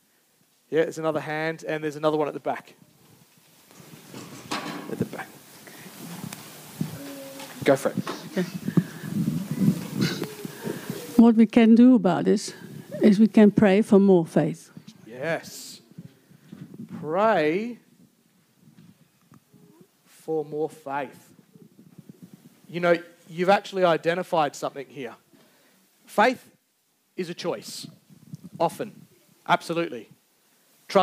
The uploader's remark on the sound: Recorded Live on the 9th July 2023. Geraldton Baptist Church.